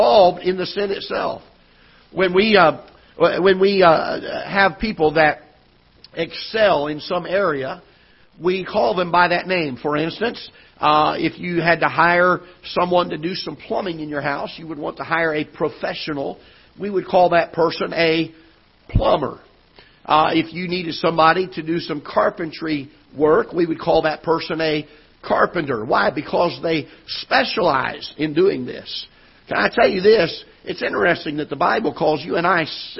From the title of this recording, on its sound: Ketha Heights Baptist Church ~ Live Broadcast